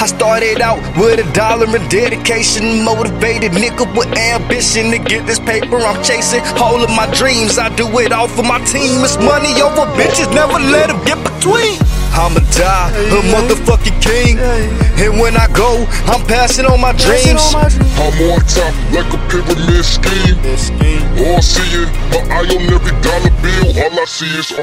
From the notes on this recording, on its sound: Recorded this track on my cell phone in my car